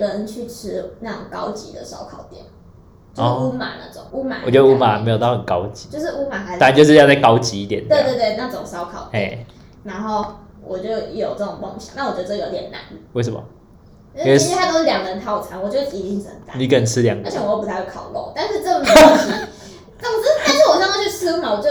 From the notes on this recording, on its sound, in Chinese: 本集收音出點問題。會有點遠兒。